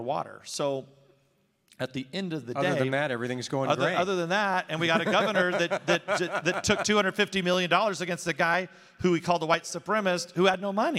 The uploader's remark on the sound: delivers keynote address at the Iowa Faith and Freedom Townhall, September 18, 2021